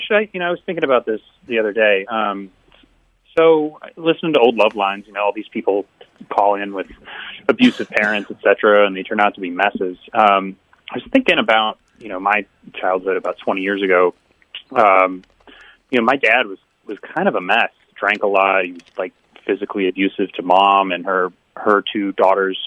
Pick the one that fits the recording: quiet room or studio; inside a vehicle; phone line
phone line